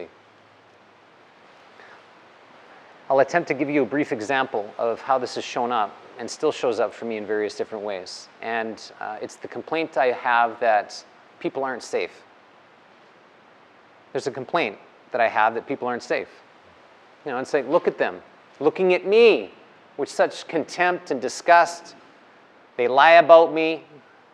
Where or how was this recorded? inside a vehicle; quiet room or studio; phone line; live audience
live audience